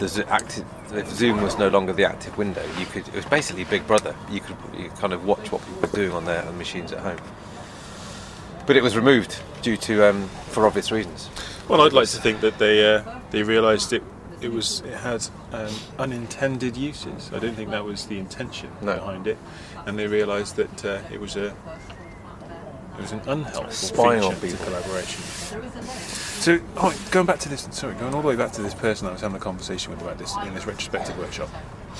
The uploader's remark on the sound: In other amazing news we got back into a real live pub! Well...outside a real live pub but that's still pretty cool, especially as the sun was out!